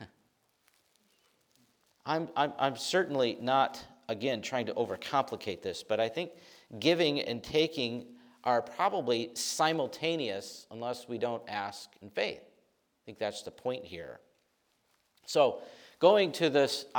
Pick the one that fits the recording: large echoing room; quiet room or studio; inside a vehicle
large echoing room